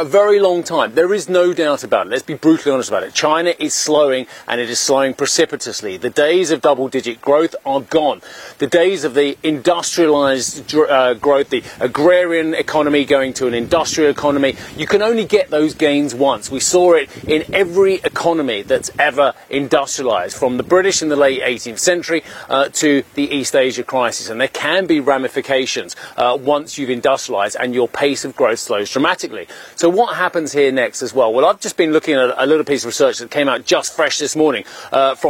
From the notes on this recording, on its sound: We are live at the Ambrosetti Forum on the shores of Lake Como